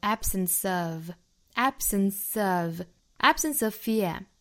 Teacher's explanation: 那 absence 和后面的 of 再连读成 absence of